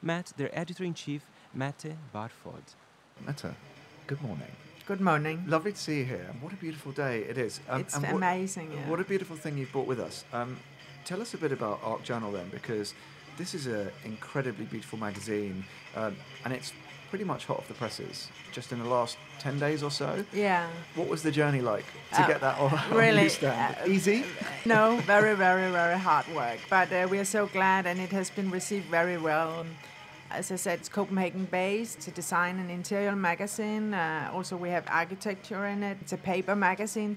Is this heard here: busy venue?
yes